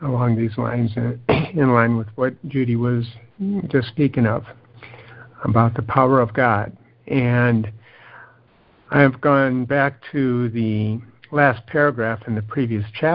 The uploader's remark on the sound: joining together on a Free Conference Call